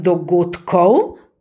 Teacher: ker je k drugi, je nezveneči, in vpliva na ta D, ki se potem tudi izgovori nezveneče